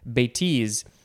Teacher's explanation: the emphasis is on the second syllable